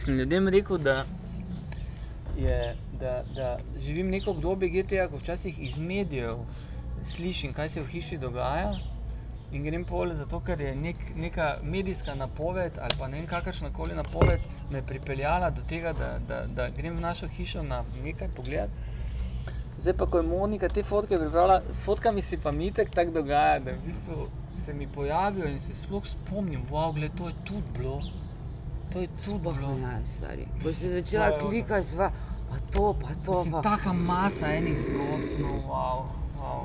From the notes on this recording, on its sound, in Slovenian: Na ulici pred hišo ter pred publiko. GT22.